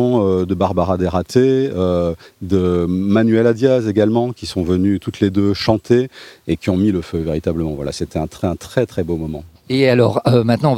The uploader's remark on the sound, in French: s’est rendue au festival des arts du monde et a pu interroger